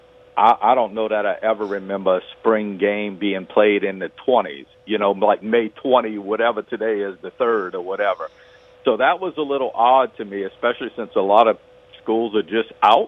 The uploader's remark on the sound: We go to the phone lines